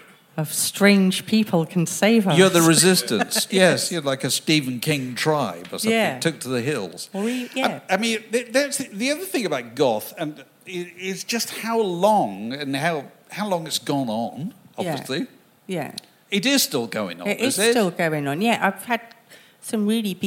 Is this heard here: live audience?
yes